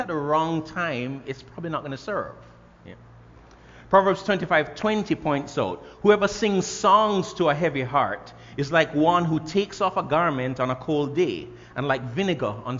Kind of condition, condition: setting, large echoing room